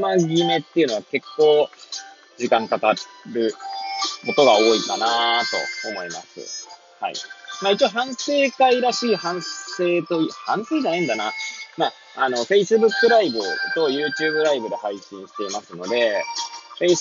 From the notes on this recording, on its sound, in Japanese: Airpods を付けた状態で、車中で収録しており、雑音などが入る可能性があり、ご容赦ください。